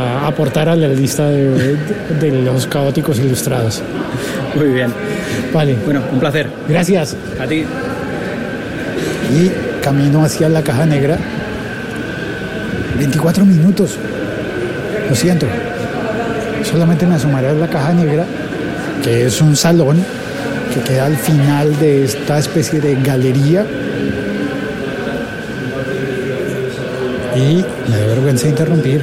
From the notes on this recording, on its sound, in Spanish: Desde Alicante, en un episodio grabado entre muchos podcasters conversando de todo al mismo tiempo. Y simultáneamente desde Bogotá con el nuevo Moto Z Force 2.